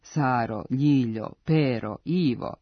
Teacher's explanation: nastavak O dobijaju dvosložna imena s dugouzlaznim akcentom